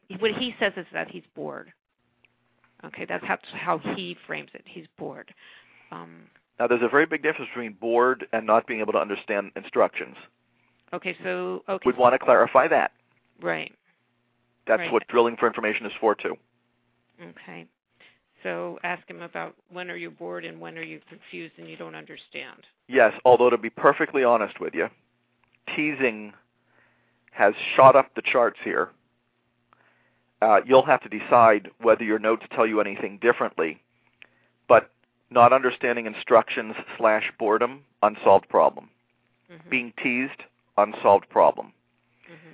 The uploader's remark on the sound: A special education teacher called